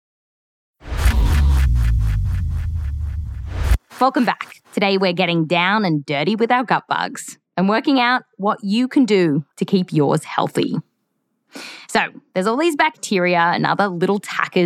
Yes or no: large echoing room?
no